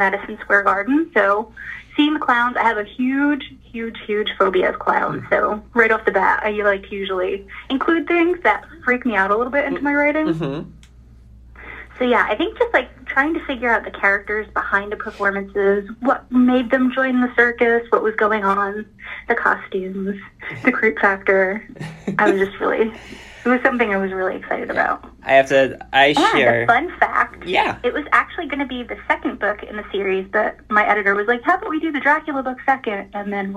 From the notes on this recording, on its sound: via phone